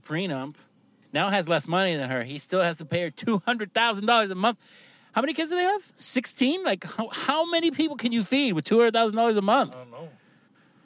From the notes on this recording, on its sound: we are in the car